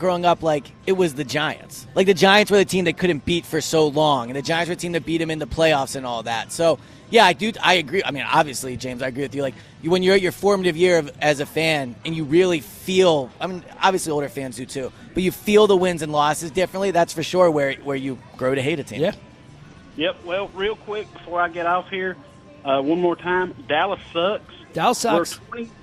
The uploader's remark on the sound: live at Parx Casino